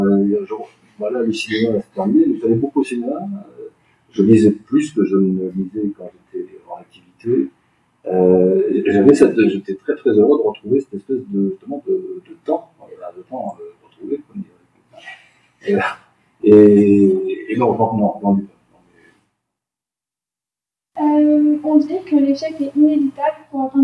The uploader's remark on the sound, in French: Suite à un problème technique, l'enregistrement du direct a été effectué sur le micro de secours de l'ordinateur que nous utilisions… Bien que "nettoyé" pour rendre les propos des intervenants à peu près compréhensibles, le son reste néanmoins très perfectible